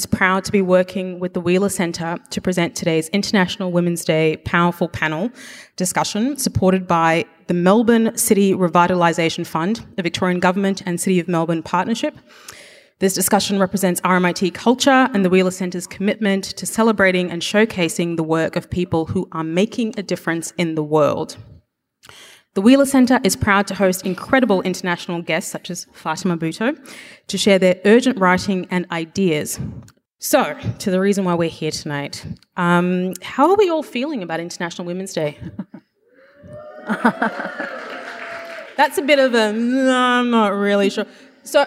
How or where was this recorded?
live audience